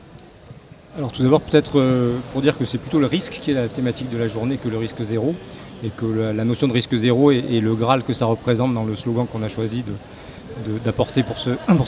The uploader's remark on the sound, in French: Une émission spéciale en direct de la Cité des congrès pour couvrir les Journées scientifiques de l’Université de Nantes.